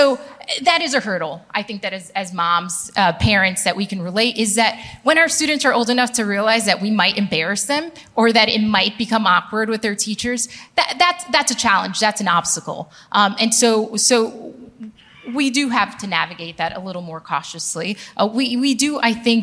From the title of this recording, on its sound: Panel at The Gathering